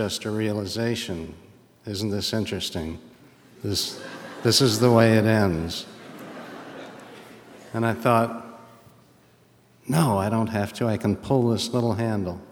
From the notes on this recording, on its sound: A special live edition of The Moth at the State Theatre in Portland, Maine.